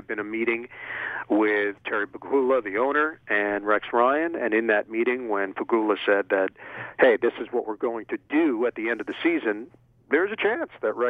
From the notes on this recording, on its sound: over the phone